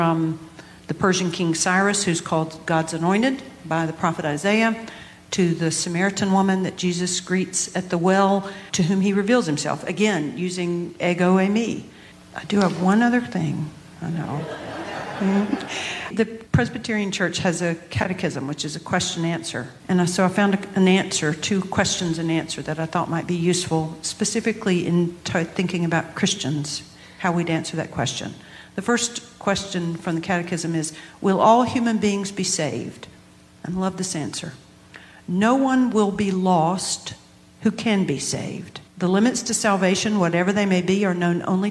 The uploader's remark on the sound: Invited their congregations to come together in person, on May 11, 2022, to record a live podcast. Be aware, there are two brief interruptions in the recording.